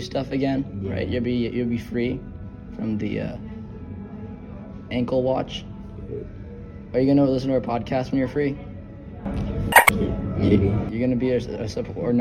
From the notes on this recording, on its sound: Technical Difficulties, We'll be right back. (It gets better, listen till the end).